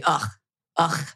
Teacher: the long chi sound. It's called an uvular fricative. It's like when you say ugh, ugh, okay.